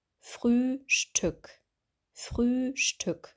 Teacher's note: Hier haben wir ein langes Ü und dann ein kurzes Ö, bei dem der Unterkiefer weiter geöffnet ist.